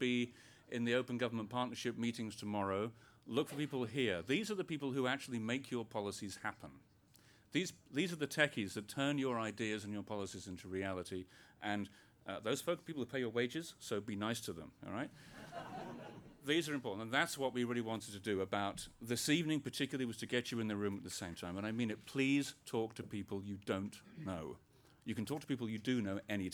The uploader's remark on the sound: Met with and at the Open Data Institute to get to know one another. This is a recording of the speeches that took place.